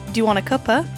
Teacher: cuppa with this kind of schwa sound, makes it into one word